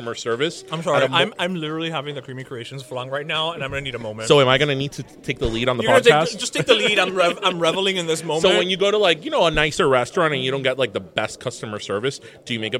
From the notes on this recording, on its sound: We’re Live from the Burger Museum. We’re still gonna be stuffed from all the food we ate at this recording.